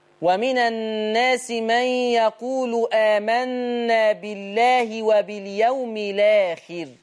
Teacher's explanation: يشيل الهمزة وياخد الحركة اللي فوقيها وينقلها للام الساكنة · Term: النقل